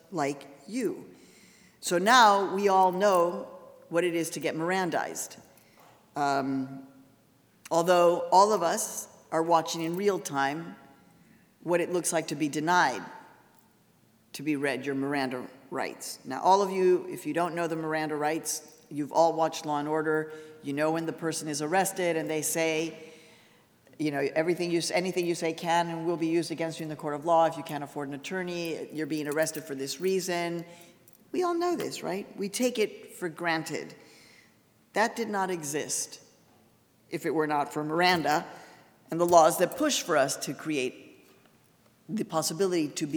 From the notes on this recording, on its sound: as part of the University of Washington’s Graduate School lecture series Equity & Difference: Rights at Kane Hall on November 1, 2017